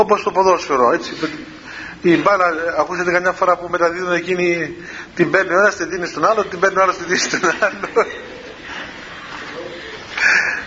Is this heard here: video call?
no